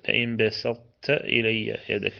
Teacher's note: إدغام الطاء هنا في التاء إدغام ناقص، ليس إدغاما تاما، لأن الطاء أقوى من التاء، والقوي لا يدغم في الضعيف.